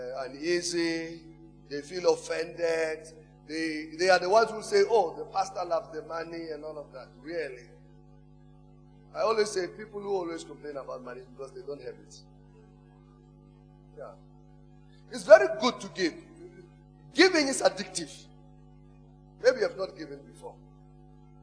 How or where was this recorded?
large echoing room